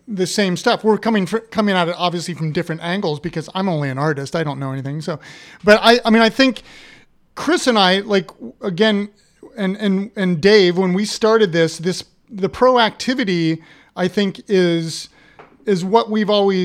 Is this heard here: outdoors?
no